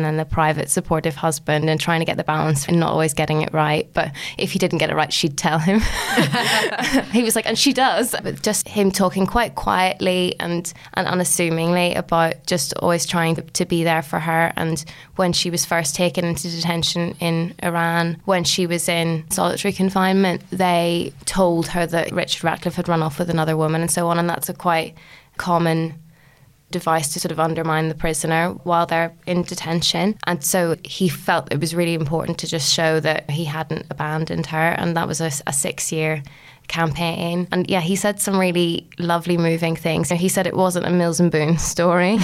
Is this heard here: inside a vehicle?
no